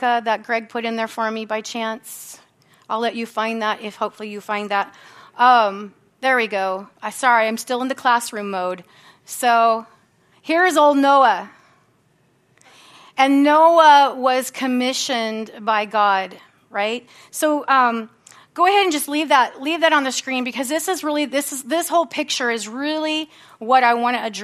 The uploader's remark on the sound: from the Sunday service on September 17, 2023 at Harvest Bible Church in Stockton, California